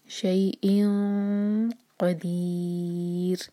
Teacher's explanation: اخفا ایسے کرنا ہے کہ قاف کے لیے ہماری زبان تیار ہو ہیوی اخفا ہوگا